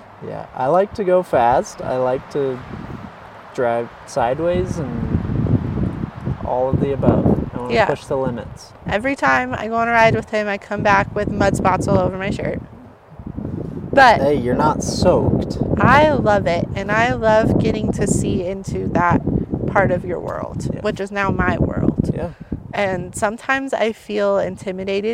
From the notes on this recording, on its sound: This episode is recorded in another new place because we're camping!